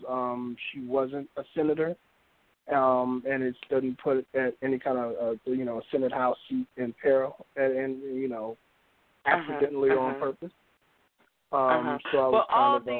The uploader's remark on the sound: OPEN MIC Wednesday Night. Listeners who "call-in" via telephone.